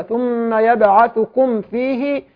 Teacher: ميم ساكنة أتى بعدها فاء، هنا إظهار شفوي